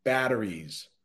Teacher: That's another one where it's a T, but we pronounce it with a D